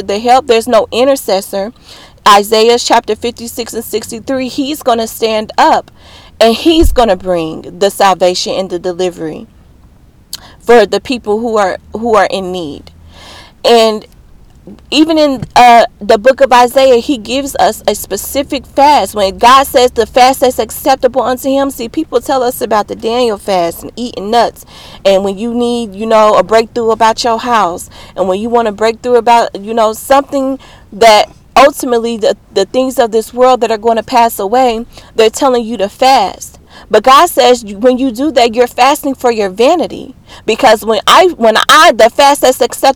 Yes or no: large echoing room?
no